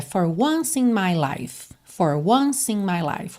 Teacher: Once in, você já junta o C de once em E de in.